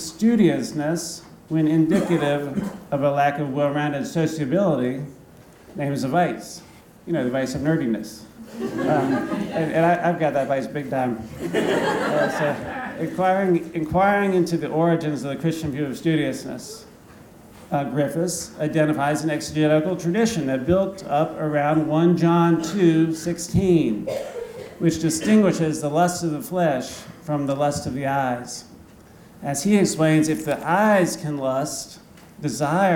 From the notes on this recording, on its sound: Thomas Aquinas Lecture at Christendom College.